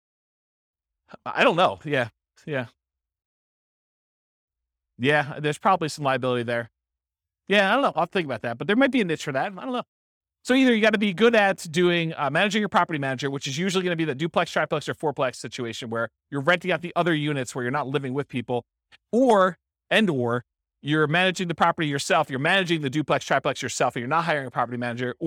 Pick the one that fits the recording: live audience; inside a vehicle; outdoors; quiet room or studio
live audience